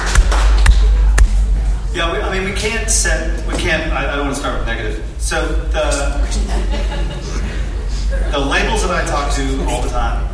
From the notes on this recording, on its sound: Hear Fort Worth Town Hall. It was a very well-attended event, and it was great seeing so many people come together and actually care about what is going on in our scene. This is audio of almost the entire event, we left midway through the Q&A due to previous commitments.